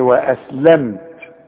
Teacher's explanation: اذا الميم دي بقفل فيها شفايفي وما غنش · Term: الاظهار